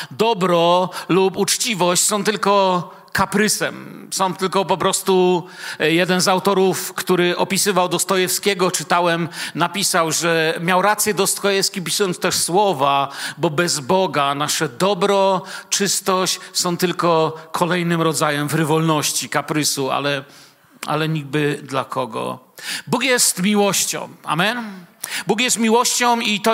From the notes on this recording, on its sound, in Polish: Wykład nagrano podczas nauczania Słowa w Kościele „Filadelfia” Bielsko Biała